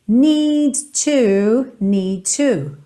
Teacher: Eu não repito esse som duas vezes, eu ligo um no outro